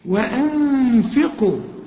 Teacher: الغنة مرققة لأن الفاء مرققة